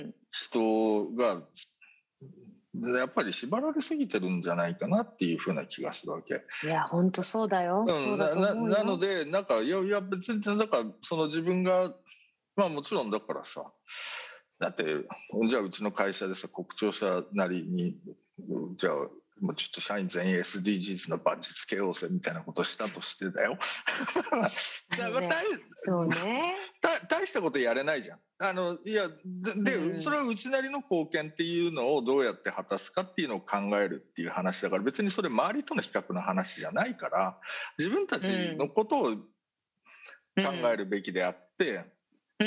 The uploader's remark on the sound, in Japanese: 本収録はビデオ会議サービス「Zoom」を使用し。一部聞き取りづらい箇所があります。